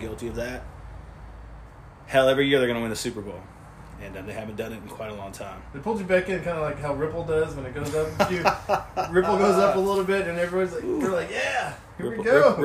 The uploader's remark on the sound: Nose wheezing is back again. Apologize and will work on another microphone.